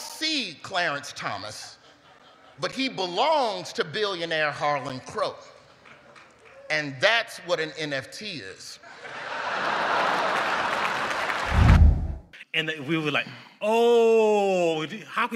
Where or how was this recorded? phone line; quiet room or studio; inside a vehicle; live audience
live audience